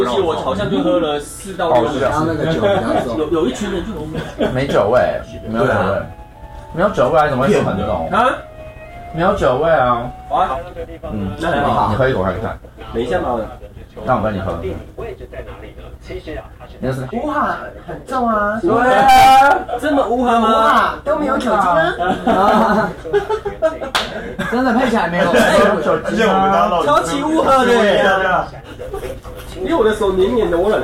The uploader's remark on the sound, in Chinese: 颱風天2022泳渡日月潭。外景酒醉番外篇。